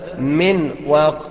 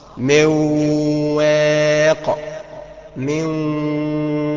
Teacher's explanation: انك بتضغم النون في الواو وتديها غنة بمقدار حركتين · Shown in: second take